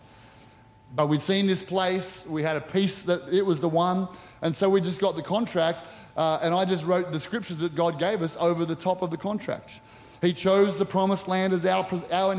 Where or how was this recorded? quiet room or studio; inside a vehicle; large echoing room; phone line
large echoing room